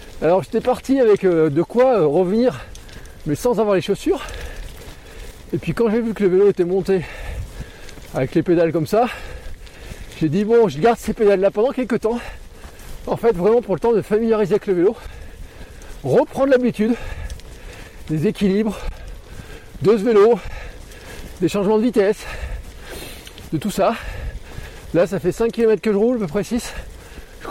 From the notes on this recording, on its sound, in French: Et surtout je vous partage les tous premiers kilomètres sur mon nouveau Gravel ! Car oui j’ai enregistré cet épisode en roulant.